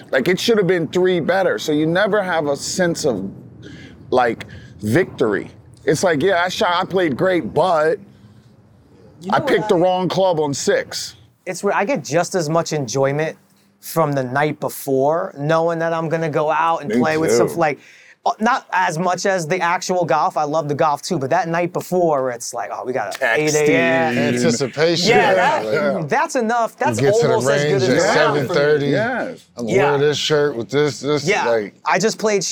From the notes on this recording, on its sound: Shot on location at Top Golf Las Vegas.